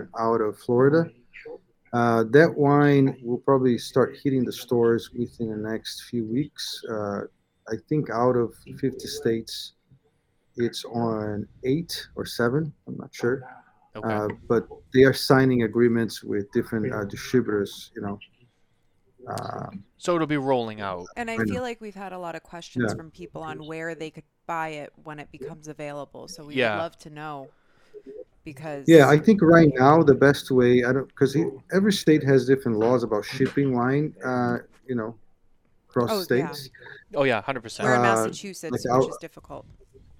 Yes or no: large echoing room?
no